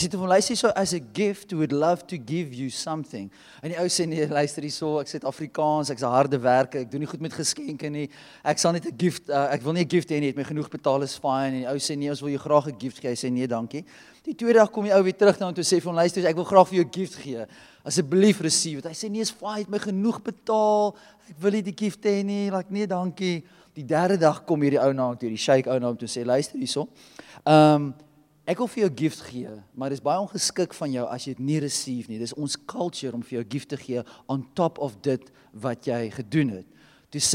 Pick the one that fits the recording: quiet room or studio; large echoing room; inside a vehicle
large echoing room